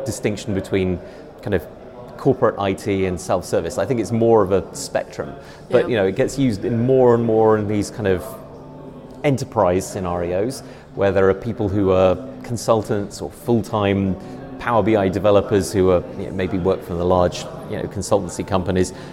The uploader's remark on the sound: recorded at DataMinds Connect in Belgium